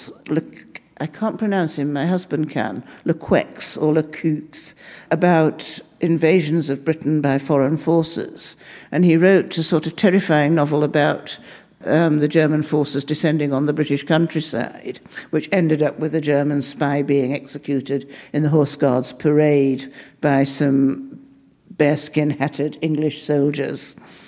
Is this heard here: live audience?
yes